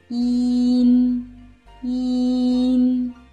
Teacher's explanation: 部就闭合了，封闭了口腔的通路。同时呢，软腭和小舌下降，打开鼻腔通路，气流从鼻腔通过。一。音。这时候呢，口型还是保持在发一的这样一个口型。音。大家体会一下。那如果有同学还是不能够正确地找到发出嗯这个音的舌位的话，我们可以试着来发一组这样的音。一呐，一呐，一呐，一呐，一呐。从中呢，我们可以体会到嗯的舌位。呐，呐，呐，呐，大家体会一下。然后呢，把一和嗯两个音结合起来。一呐，一呐，音，音。好，亲爱的朋友们，那现在我相信您已经完全地掌握了发音这个音的发音要领。其实也不是那么的难，对不对？最后呢，要提醒大家一下，要准确地发好这个音呢，重点是在发出一之后，舌尖不要后缩，记住，发出一之后，舌尖不要后缩，而是直接向上，抵住上齿龈。音，音。好，那接下来我们来看一下今天我